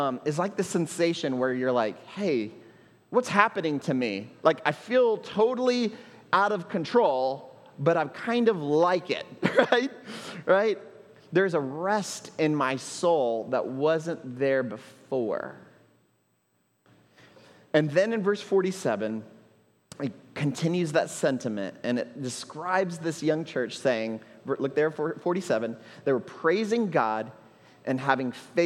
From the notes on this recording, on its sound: at Trinity Church, Puerto Rico